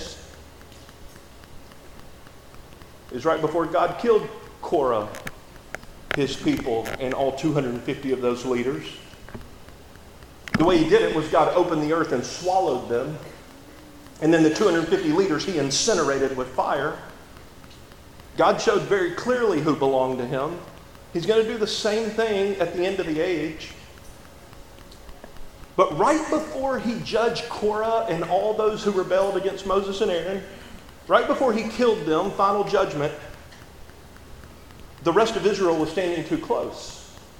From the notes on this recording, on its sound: There were some technical difficulties with this recording. We apologize for the quality of the audio. There are a few louder static bursts throughout the sermon.